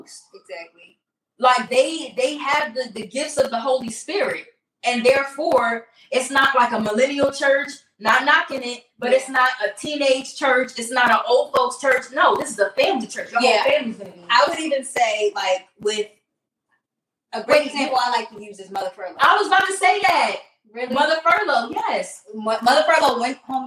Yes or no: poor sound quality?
yes